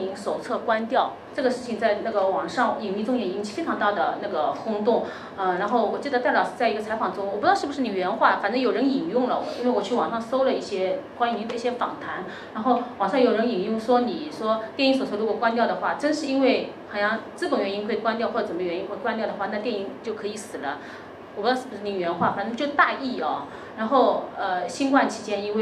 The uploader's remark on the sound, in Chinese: 巅峰对谈现场。据说有人因为没挤进现场在烈日下痛哭。